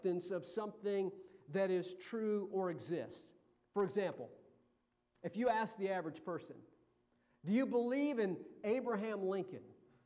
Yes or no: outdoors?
no